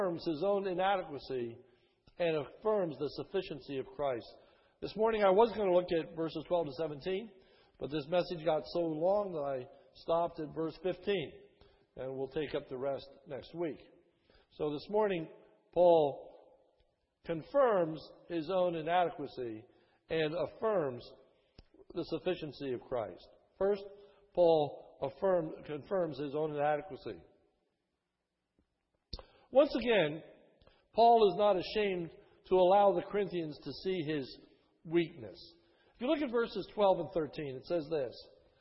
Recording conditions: large echoing room